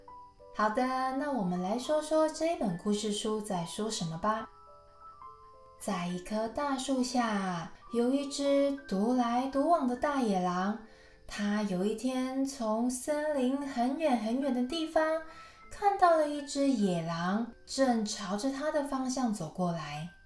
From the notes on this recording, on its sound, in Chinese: 在山上錄音就會把蟬的聲音錄進去。請大貓咪們小貓咪們多包容剪不好的聲音。錄音設備：Zoom l8。